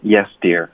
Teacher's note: 用了一个非常低沉啊，然后无奈服从的那种声音